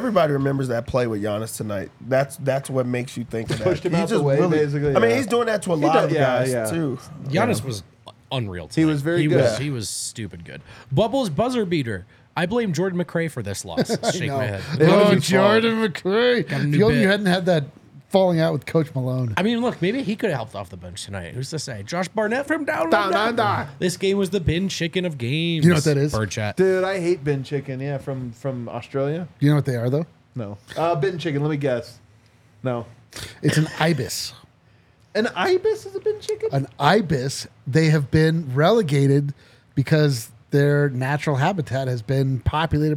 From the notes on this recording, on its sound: come to you LIVE from the DNVR Bar